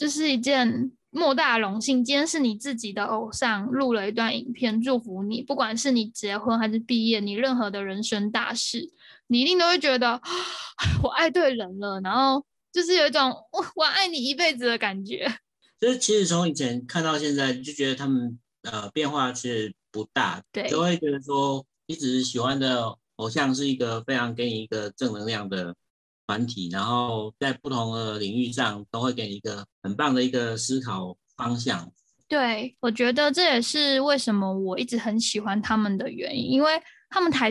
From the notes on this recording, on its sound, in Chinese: 遠端錄音敬請見諒